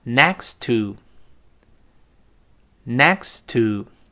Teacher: Next，首先顶住，停一小会儿，再读 to